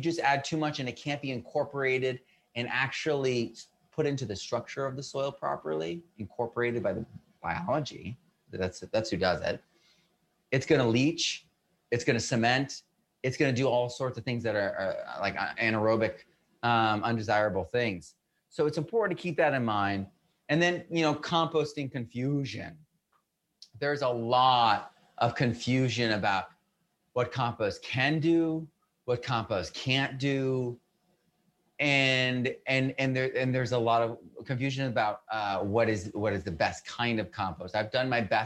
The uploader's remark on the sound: FULL WEBINAR AUDIO.